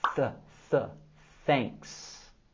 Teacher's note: Tenemos el sonido TH mudo en th, th, thanks. También el sonido vocálico E, E.